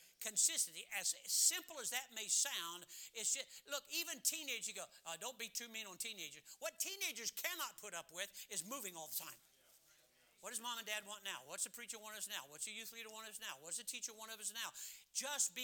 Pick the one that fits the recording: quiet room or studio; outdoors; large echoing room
large echoing room